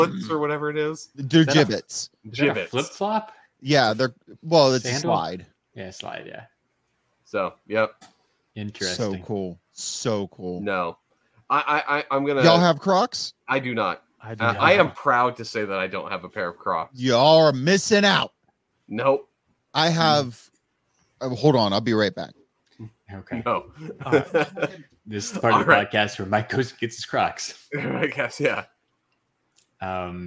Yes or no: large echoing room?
no